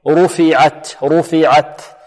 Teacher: رفعت الراء هنا مفخمة، لماذا؟ لأنها مضمومة